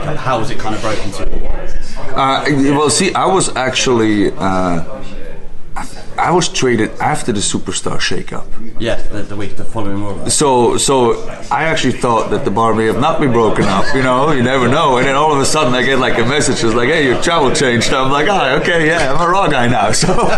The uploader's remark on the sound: Today's podcast comes "live" from All Bar One in the O2 arena after the SDLive tapings.